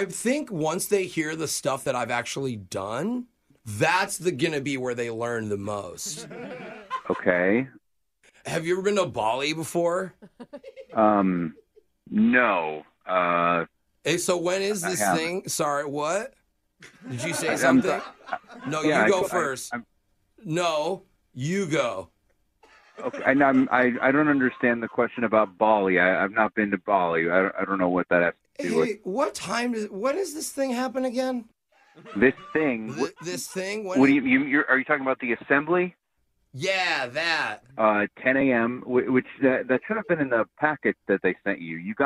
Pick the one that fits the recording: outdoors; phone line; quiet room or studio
phone line